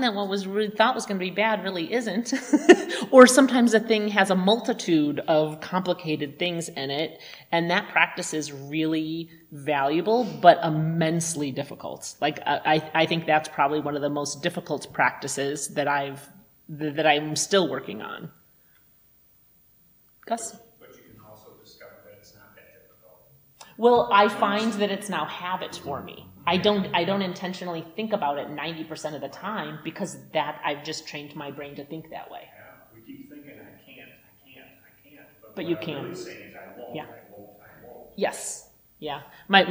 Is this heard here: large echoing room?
yes